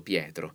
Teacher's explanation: Ancora Pietro, e qui siamo alla regola di prima, la I che precede la E, in questo caso, come spesso, non sempre, ma spesso succede, la I pretende l'apertura della vocale successiva